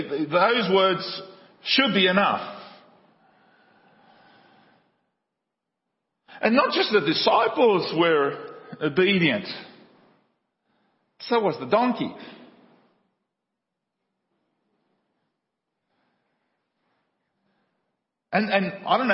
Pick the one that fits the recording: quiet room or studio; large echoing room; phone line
large echoing room